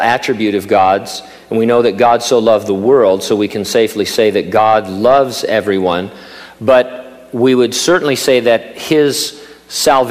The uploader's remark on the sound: during a live Q&A session at Calvary Hanford